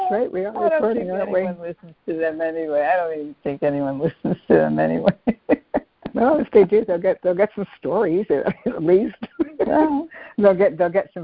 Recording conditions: phone line